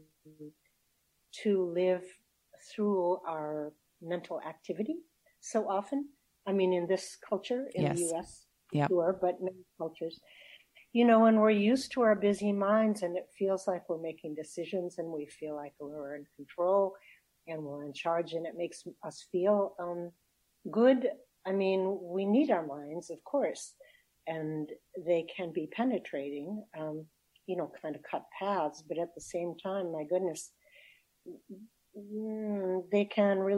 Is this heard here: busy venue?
no